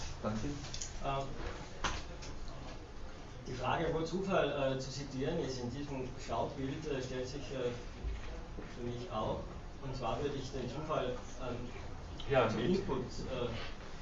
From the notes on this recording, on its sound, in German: Diese Vorlesung wurde von Studierenden aufgenommen